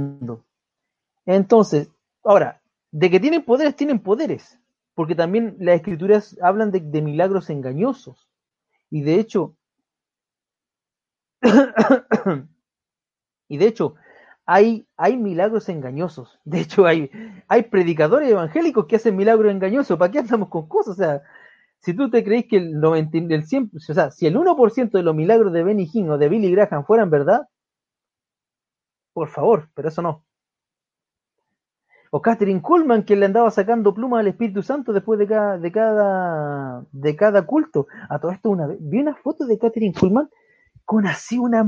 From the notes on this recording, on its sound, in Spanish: Programa grabado en Vivo por Facebook Live